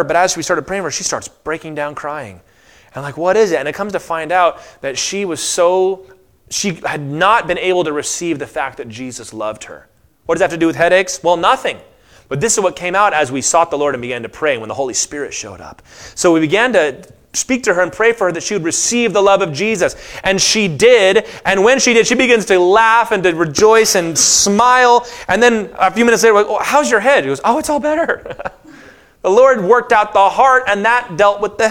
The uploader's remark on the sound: Session 4 of the 2023 IronWorks Afterglow Conference!